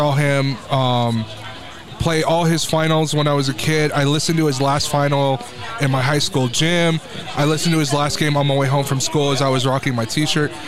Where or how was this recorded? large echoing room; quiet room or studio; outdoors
outdoors